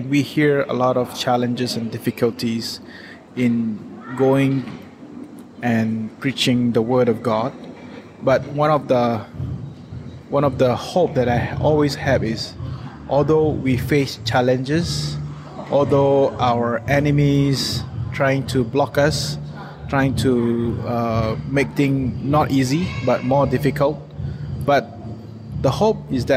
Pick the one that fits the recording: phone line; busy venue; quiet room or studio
busy venue